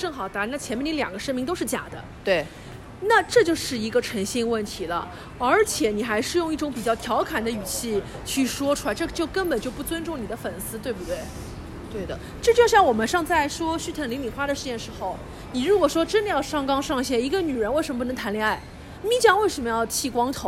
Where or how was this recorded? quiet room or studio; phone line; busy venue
busy venue